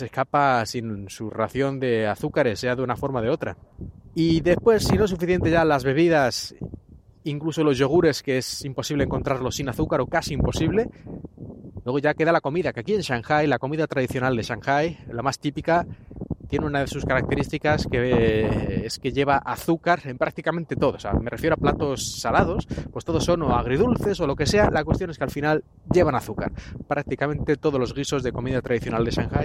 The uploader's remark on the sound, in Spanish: Perdón por el ruido del viento. Todavía no estoy acostumbrado a grabar por la calle, y no tengo bastante cuidado con esas cosas.